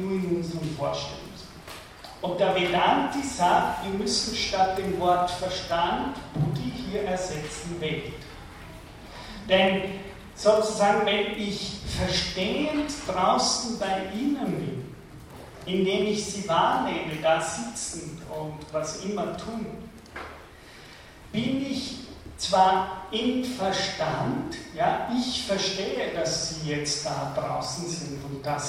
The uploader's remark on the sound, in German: von Studierenden der Universtiät Wien aufgezeichnet